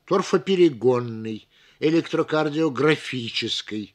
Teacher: кроме основного ударения, ставится еще и побочное, вспомогательное, но оно должно звучать слабее основного.